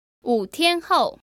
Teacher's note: The last character 后 is a fourth tone and means after.